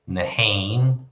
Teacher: that H there is simply making it more comfortable to move from the A that finishes the word na to the E that starts the word ain